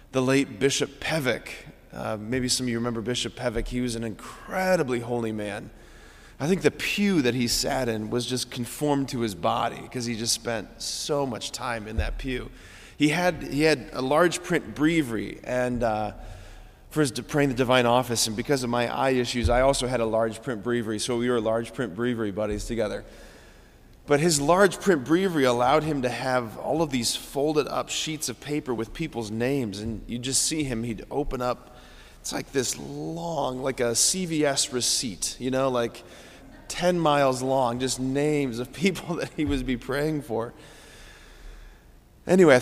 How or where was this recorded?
large echoing room